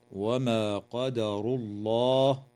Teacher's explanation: اللام في اسم الله تعالى في قوله عز وجل: وما قدر الله، تفخم لوقوعها بعد ضمة